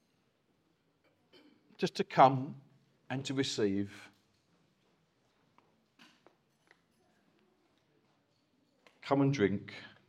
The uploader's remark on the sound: Recorded from our Chafford Hundred site